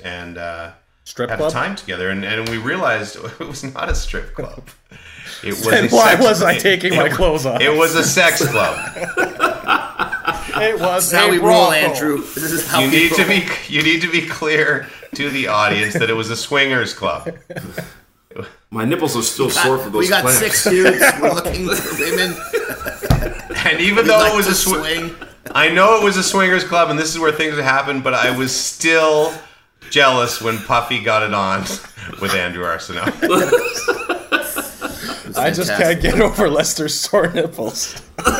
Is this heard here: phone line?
no